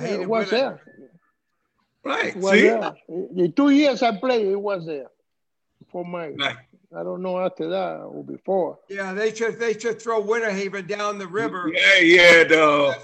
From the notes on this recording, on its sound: LIVE ZOOM CONVERSATION.